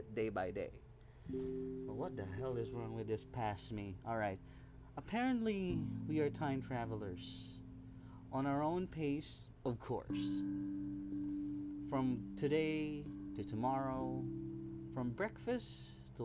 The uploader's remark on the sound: Kindly up the volume on this one since the audio recording is low, im used my mobile on this one.